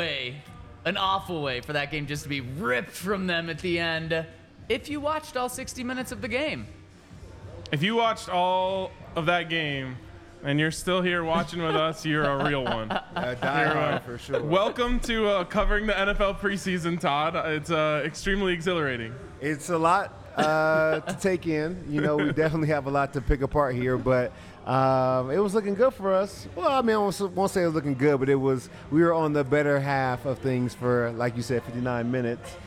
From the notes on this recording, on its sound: Coming to you LIVE from the DNVR Bar.